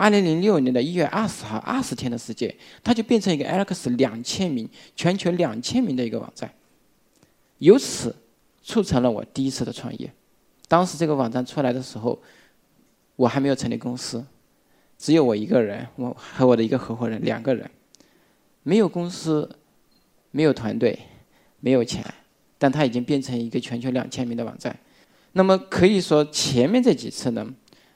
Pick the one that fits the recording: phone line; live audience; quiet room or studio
live audience